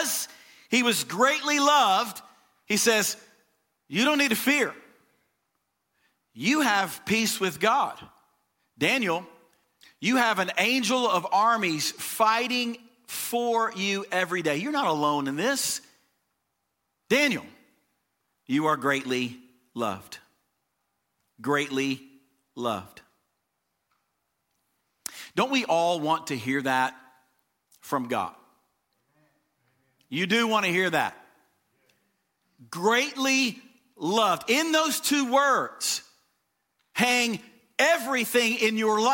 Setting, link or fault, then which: setting, large echoing room